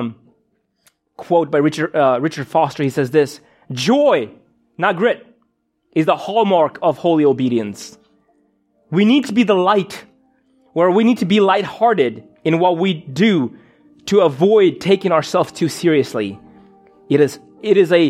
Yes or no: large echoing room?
yes